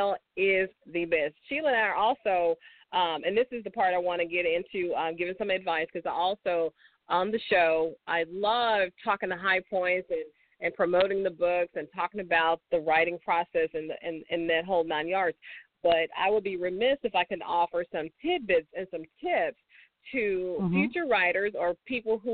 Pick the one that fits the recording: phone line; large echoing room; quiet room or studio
phone line